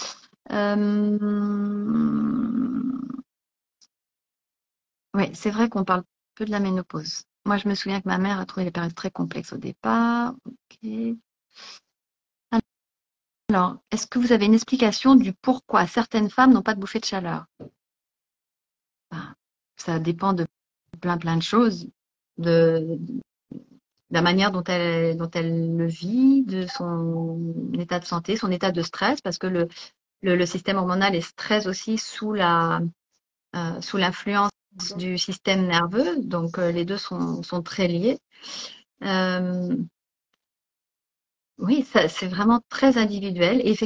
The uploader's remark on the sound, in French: il s'agit d'une rediffusion d'un live Instagram